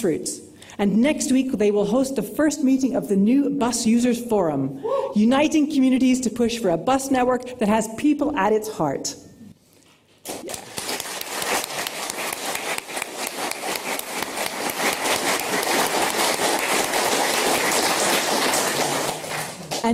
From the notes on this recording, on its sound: Scottish Green Party Conference Co-Leaders Speeches. Delivered a speech to the Autumn conference of the Scottish Green Party.